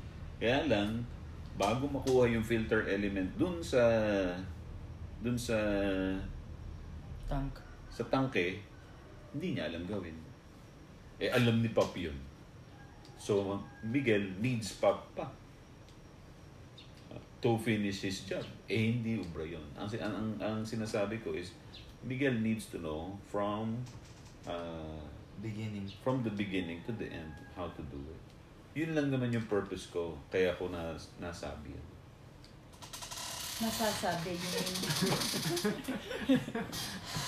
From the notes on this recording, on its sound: I hope the audio is better on your end